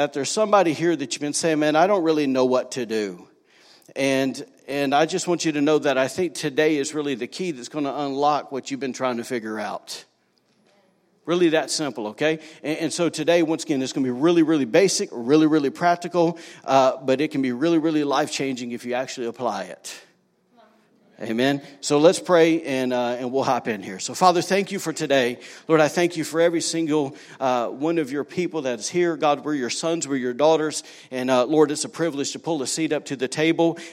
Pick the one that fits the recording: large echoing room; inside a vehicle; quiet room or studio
large echoing room